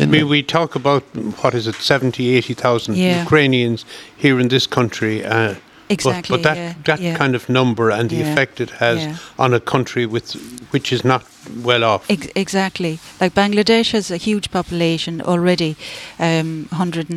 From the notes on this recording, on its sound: Broadcast live Bodyke Festival 2023